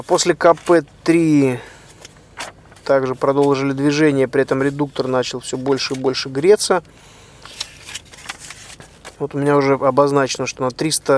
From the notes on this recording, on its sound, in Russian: Этот выпуск я записал на бивуаке, развернувшемся на берегу Атлантического океана недалеко от города Дахла.